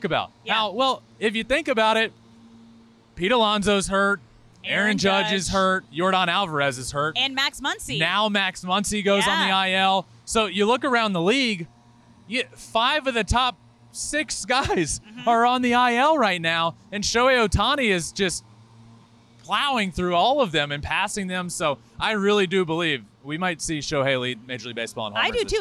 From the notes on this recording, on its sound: From the field at Petco Park after the Padres-Rays game on Friday night.